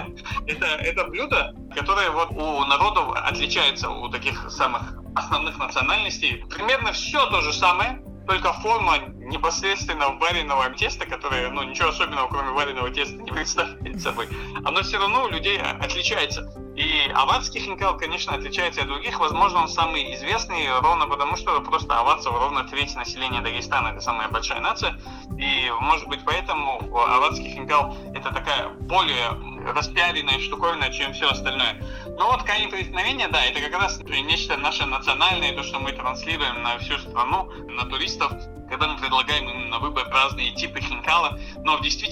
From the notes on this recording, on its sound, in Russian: Мы связались с писателем по телефону.